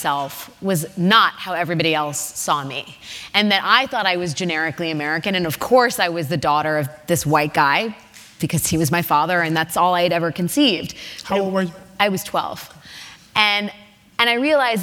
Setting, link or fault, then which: setting, live audience